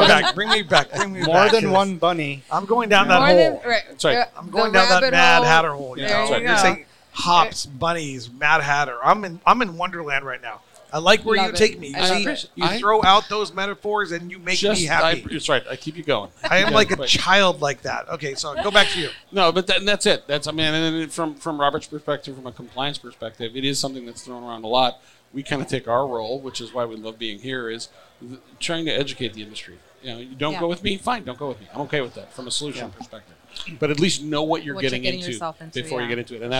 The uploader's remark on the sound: Recorded at MJUnpacked NYC.